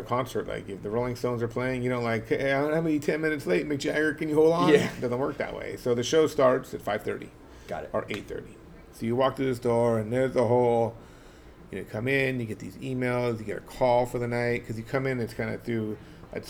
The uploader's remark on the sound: LIVE from Mélisse